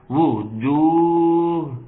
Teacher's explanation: نعم مد طبيعي بمقدار حركتين